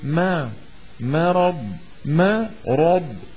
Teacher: كمان كلمة مرض فيها ثلاثة حروف، الميم والراء والضاد. الراء والضاد كلاهما مفخم، والميم وحدها هي المرققة